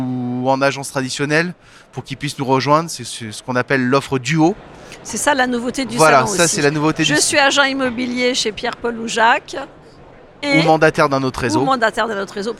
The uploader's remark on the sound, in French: Cet épisode a été enregistré en live de salon RENT.